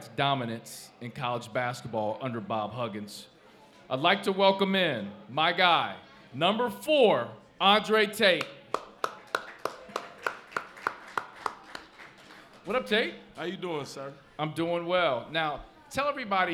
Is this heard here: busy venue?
yes